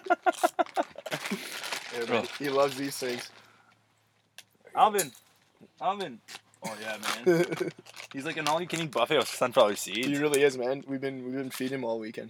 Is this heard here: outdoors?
yes